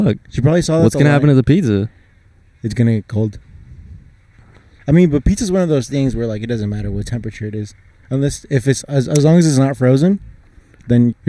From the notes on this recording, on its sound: Quarantine and Pod (outside Costco). Yup, we sat outside Costco to pod.